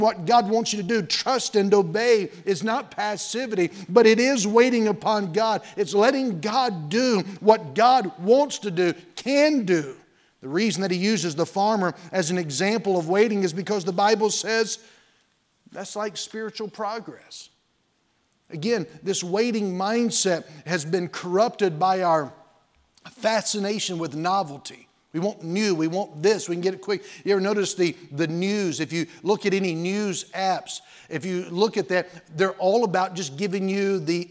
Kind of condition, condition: setting, large echoing room